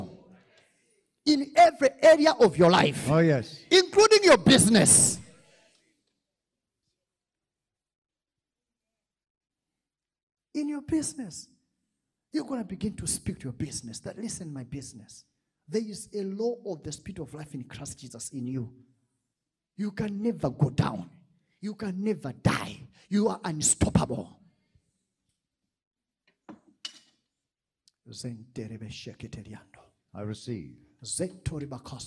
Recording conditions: large echoing room